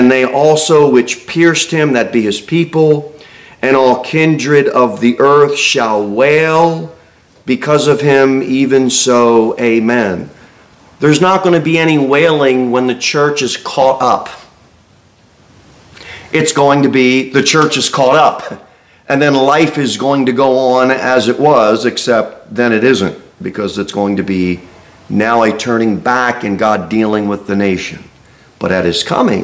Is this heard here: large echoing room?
yes